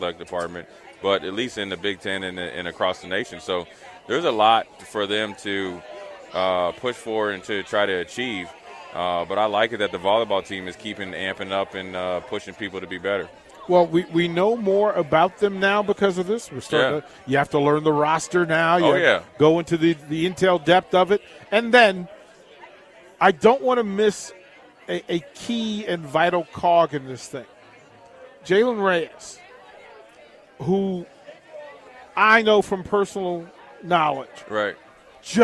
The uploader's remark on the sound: LIVE from Berry's (Volleyball Day In Nebraska)